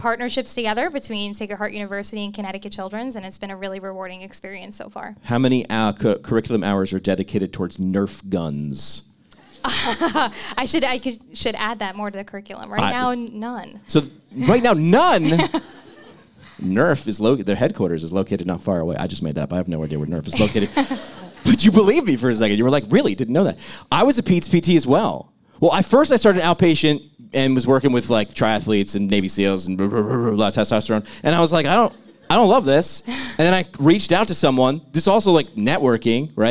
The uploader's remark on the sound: Sacred Heart University LIVE SHOW. In this dynamic live episode of PT Pintcast.